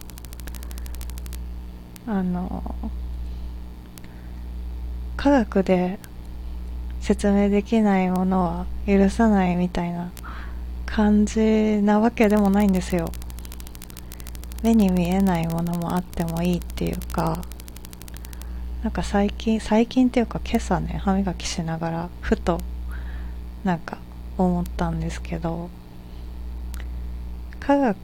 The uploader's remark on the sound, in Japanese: おふとぅんの中で録音したらなぞのジリジリした音声が入ってしまいましたが、とりとめのない話すぎて再度録音ができないのでこのまま公開します。